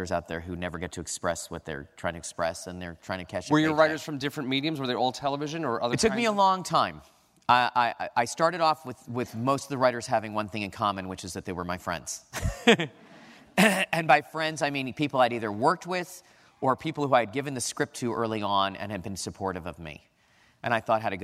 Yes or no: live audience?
yes